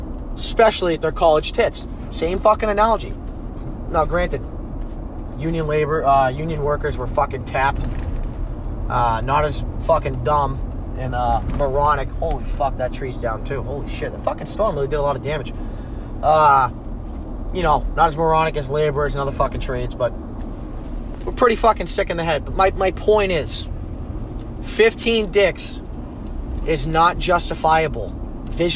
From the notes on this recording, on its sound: Typical me going off while driving.